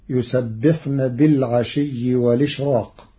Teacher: قرأ ورش كلمة والإشراق بنقل حركة الهمز إلى الساكن قبله مع حذفها، وليس لورش ترقيق في راء الإشراق لوقوع حرف الاستعلاء بعده، فتصير يسبحن بالعشي والإشراق.